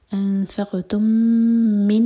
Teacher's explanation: انفقتم کا میم اور من کا میم مرج ہو رہے ہیں، ادغام متماثل ہے. میم کو ہولڈ کریں گے